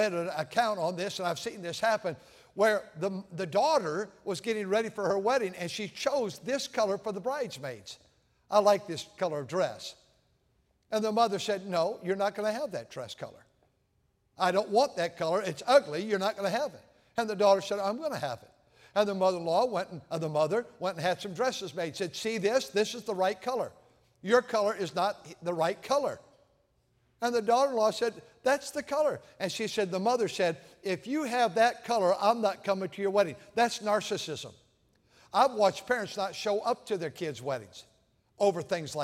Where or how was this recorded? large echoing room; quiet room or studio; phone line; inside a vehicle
large echoing room